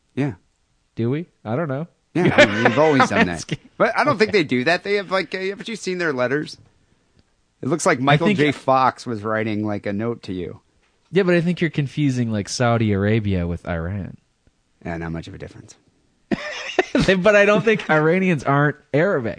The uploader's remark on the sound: Phone calls